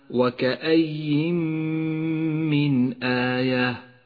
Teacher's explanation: والآن حكم الإدغام بغنة في قوله تعالى وكأي من آية، النون الساكنة وبعدها حرف الميم، تدغم النون بالميم وتسقط النون من اللفظ، ولذلك هي رمادية اللون في مصحف التجويد إشارة إلى عدم نطقها، تشدد الميم التي بعد النون وتحتاج إلى غنة زمنها حركتان، ولذلك لونت باللون الأخضر إشارة إلى موقع الغنة.